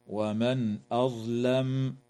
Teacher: تظهر النون الساكنة عند الهمزة